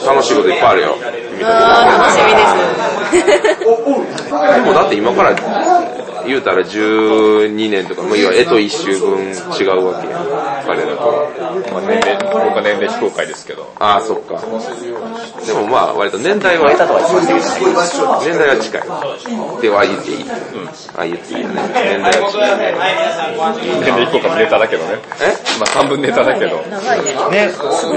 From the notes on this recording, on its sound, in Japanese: 雑音多めなので要注意でございます